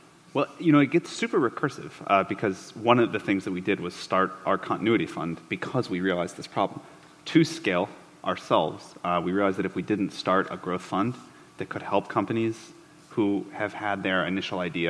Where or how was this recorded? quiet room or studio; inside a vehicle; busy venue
busy venue